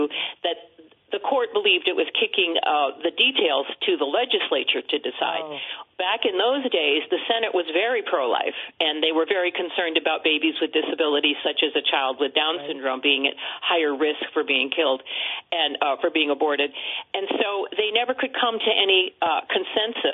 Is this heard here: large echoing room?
no